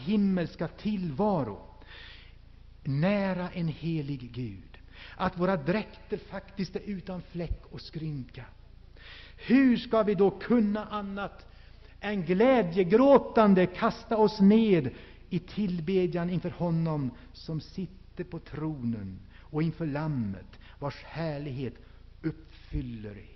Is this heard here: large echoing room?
yes